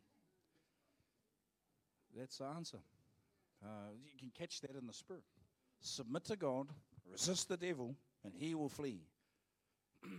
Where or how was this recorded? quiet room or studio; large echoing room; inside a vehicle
large echoing room